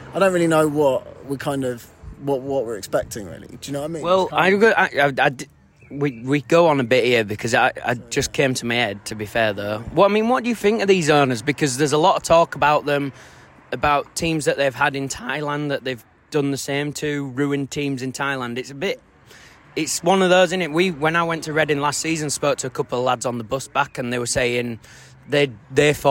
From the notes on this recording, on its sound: Coming to you live from The King’s Head.